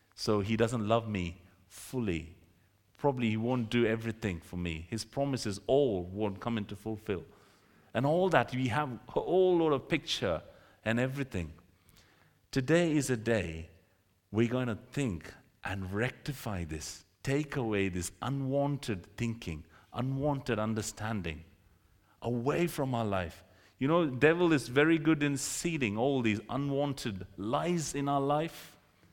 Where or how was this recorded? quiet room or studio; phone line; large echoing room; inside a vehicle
large echoing room